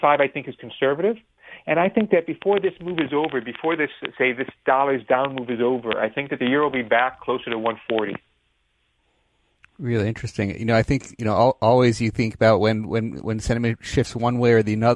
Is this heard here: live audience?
no